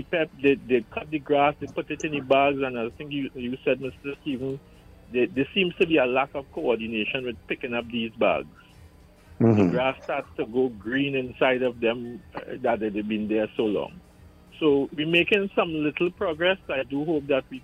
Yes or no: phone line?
yes